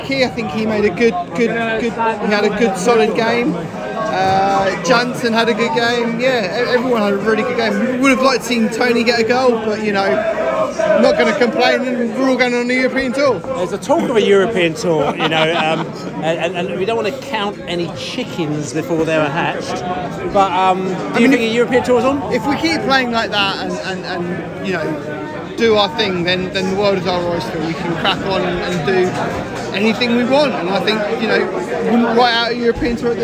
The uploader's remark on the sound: post-match podcast from the stands